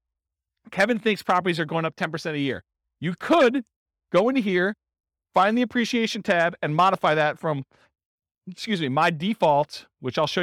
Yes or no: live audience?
yes